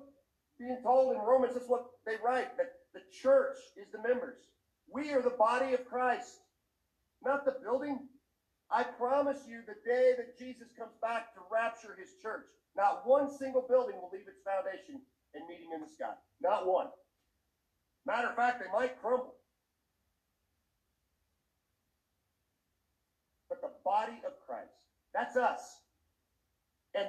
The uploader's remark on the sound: The sound quality is a little sketchy on this one, sorry folks.